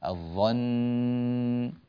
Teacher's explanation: النون مشددة وحكمها إظهار الغنة وصلا ووقفا، لا نقول إلا اتباع الظن مثلا، لا، الظن هكذا.